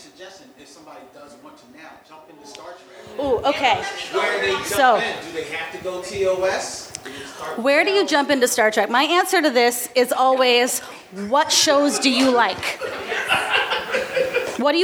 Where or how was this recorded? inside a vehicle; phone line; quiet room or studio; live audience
live audience